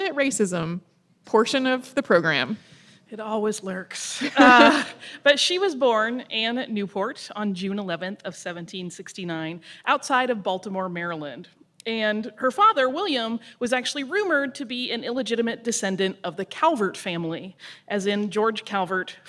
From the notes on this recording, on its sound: Today we've got our live show from our recent East Coast tour.